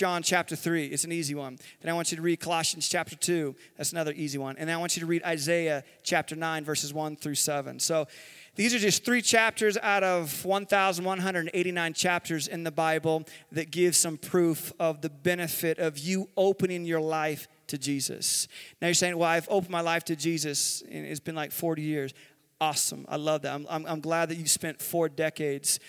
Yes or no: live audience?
yes